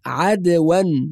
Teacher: بعض الناس يقرأها عدوا، والصواب أنها عدوا بفتح العين وإسكان الدال مع القلقلة